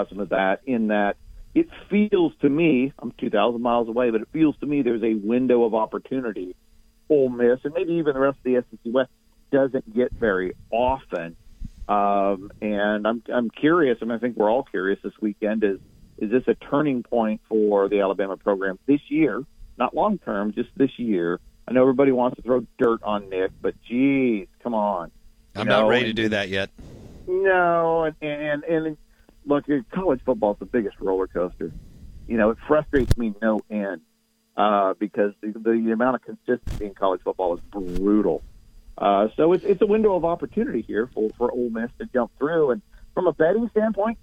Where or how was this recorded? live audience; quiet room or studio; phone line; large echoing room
phone line